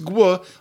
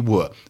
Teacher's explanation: One thing that can happen to gwa is that that first sound can drop off. And if it's gwa, almost you can tell that wants to be wa.